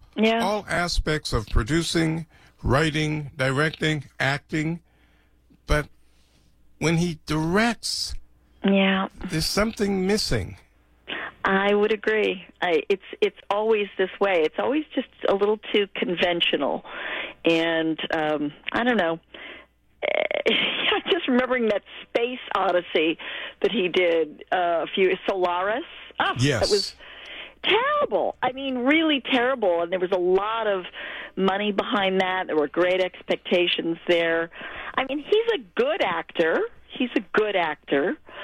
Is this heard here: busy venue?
no